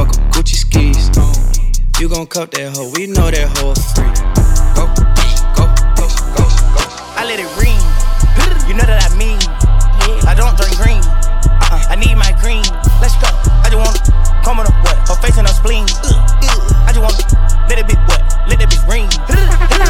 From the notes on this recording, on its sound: LIVE from Hashtag Lounge - Alexandria, VA.